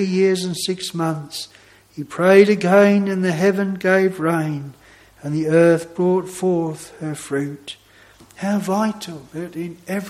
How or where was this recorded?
large echoing room